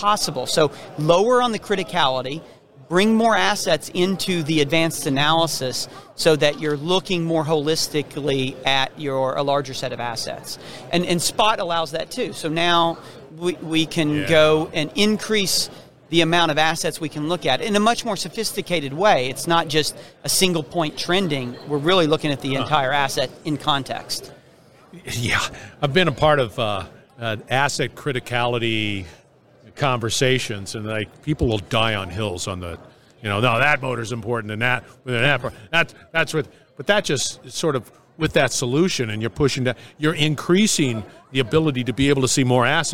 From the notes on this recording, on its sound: we're onsite at the 30th Annual SMRP conference